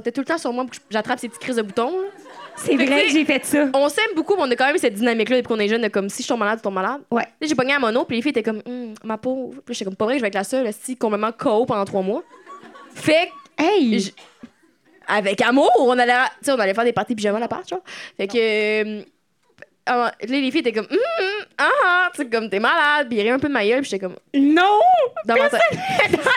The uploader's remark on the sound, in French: Live à Québec